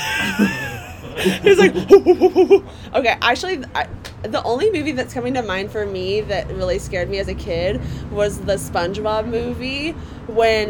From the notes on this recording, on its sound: To an actual smoking porch. Expect lots of ambient sounds, wheeze laughs, drunken innuendo.